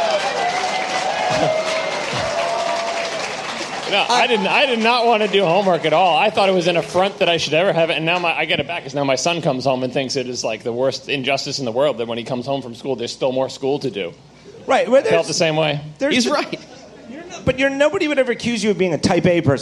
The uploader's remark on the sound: Live From WWDC 2014